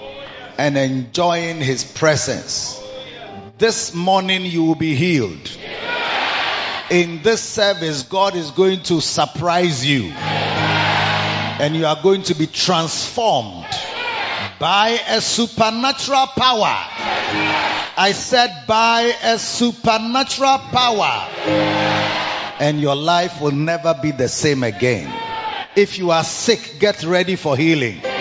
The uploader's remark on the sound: Preached at the Victory Secrets Service - The Makarios Church, HQ